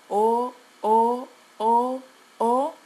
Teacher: what we do in Spanish is to keep it open all the time · Term: open vowel